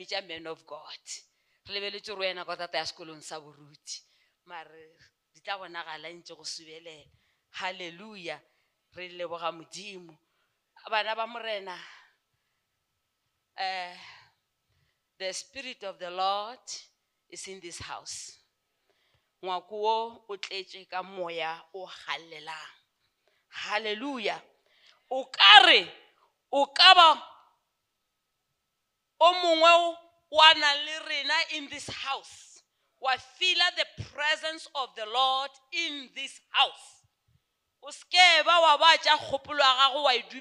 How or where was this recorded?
large echoing room